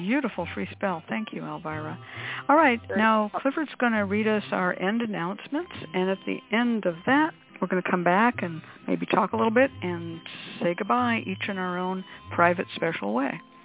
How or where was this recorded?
phone line